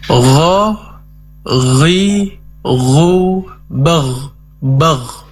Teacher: huruf gha diperjelas sifat isti'la'nya, kemudian sifat rukhawanya, mengalirnya suara.